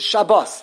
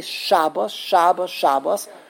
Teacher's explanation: They just cannot get their brains to say that, and they say Shabbos, Shabbos, Shabbos, because they come from a generation where their parents spoke to them in Yiddish. And in Yiddish, every single word, the emphasis is on the first syllable. · Shown in: second take